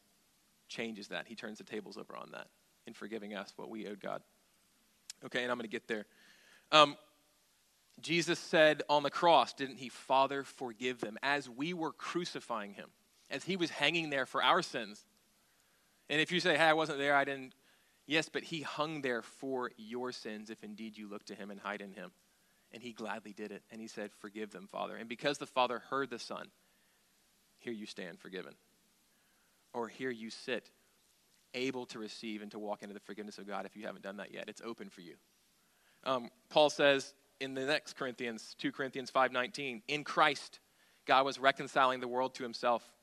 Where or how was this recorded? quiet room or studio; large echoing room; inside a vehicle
large echoing room